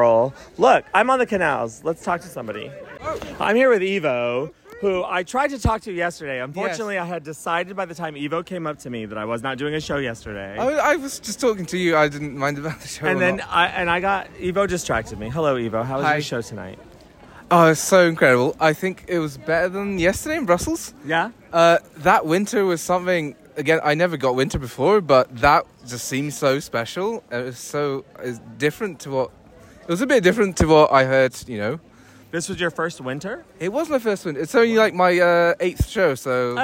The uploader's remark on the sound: AMSTERDAM 1 POSTSHOW. Bringing you lovely tour people from far and wide outside the Royal Carre.